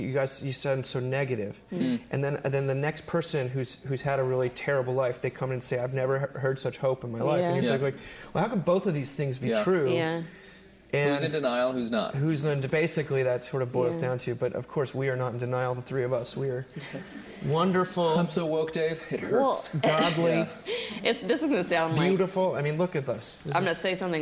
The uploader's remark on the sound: Recorded in front of an audience at the 4th annual Mbird Conference in Tyler, TX.